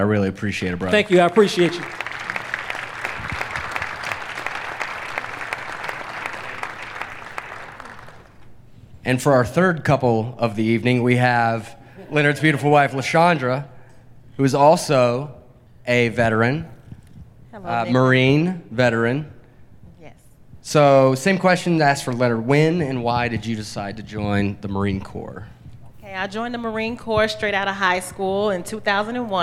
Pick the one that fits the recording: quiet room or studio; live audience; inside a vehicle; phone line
live audience